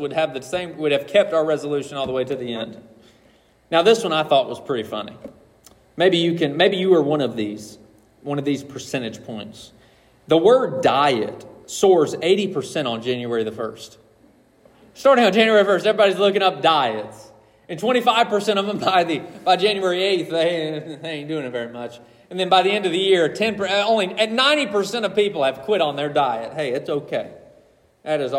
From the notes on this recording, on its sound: This message was preached on December 31, 2023.